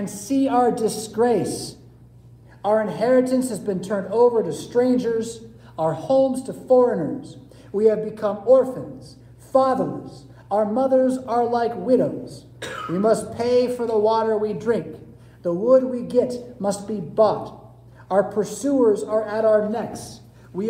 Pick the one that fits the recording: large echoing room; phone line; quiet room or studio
large echoing room